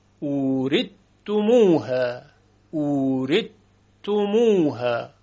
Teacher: دیگر صدای ثا سه نقطه شنیده نمیشه · Term: ادغام